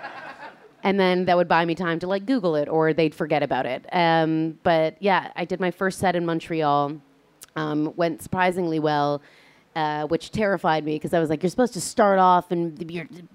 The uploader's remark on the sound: Live from the Edinburgh Fringe. This episode was recorded live as part of the PBH Free Fringe on the 15th of August 2023 in the Southsider Sidelounge.